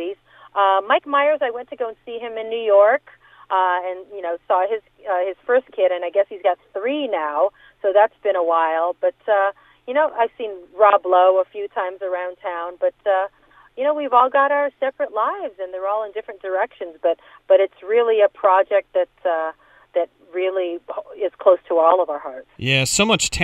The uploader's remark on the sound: called in to the Point Morning Show